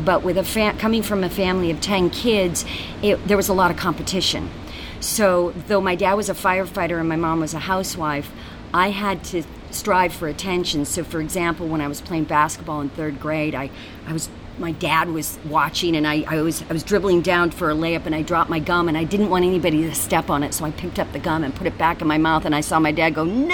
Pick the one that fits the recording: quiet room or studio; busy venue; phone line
busy venue